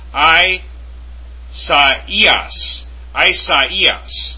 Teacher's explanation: The diaresis, or what looks like quotes, occurs where 2 vowels that are normally combined to form a diphthong are to be pronounced separately